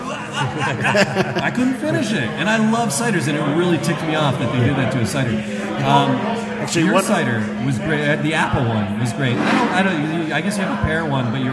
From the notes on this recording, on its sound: Live from Falling Down Beer Company IT in the D Charity Event